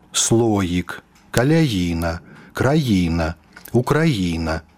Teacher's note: Гэтая гукавая асаблівасць беларускай мовы прыкрываць галосны гук «і» спераду «ётам» праяўляецца і ў сярэдзіне слова, калі галосны ў пачатку склада, і зноў-такі пад націскам.